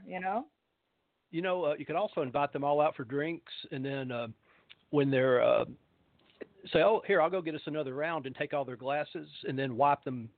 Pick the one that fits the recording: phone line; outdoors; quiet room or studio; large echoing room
phone line